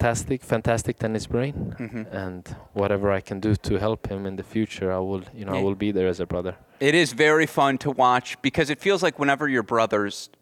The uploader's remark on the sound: Arizona Tennis Classic Press Row. Recorded live at the Arizona Tennis Classic.